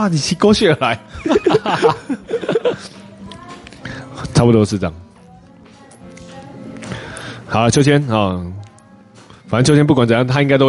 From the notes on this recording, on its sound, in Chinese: 錄音地點：咖啡秘辛五妃店